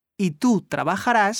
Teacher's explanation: Accentue bien la dernière syllabe. · Term: L'accentuation au futur